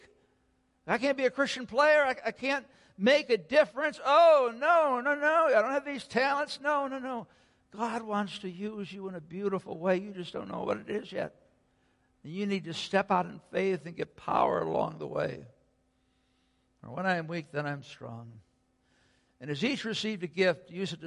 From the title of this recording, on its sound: Sunday Worship Service - Audio